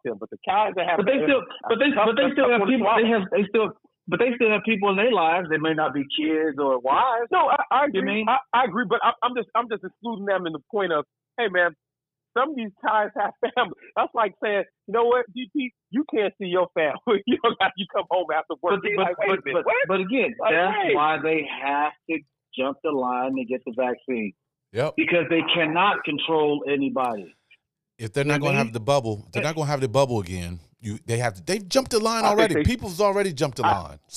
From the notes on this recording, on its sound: called into the show for this episode.